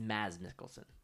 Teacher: Apparently the D is not pronounced.